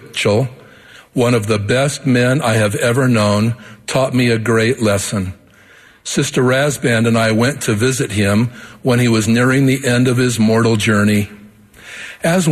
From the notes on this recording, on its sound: The Saturday Morning Session of the 190th Semiannual Church of Jesus Christ of Latter-day Saints General Conference, October 3, 2020.